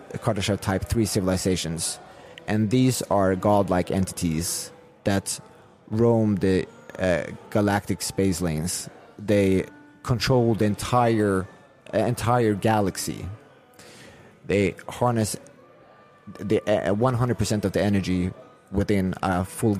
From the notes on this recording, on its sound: We sat down in Prague in between sessions and socials at BTC Prague